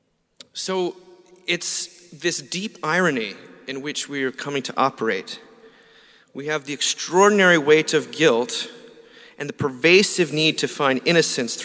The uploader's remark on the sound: Closing Saturday morning talk at our 2017 Conference in New York City. Delivered April 29th, 2017 at St George's Episcopal Church.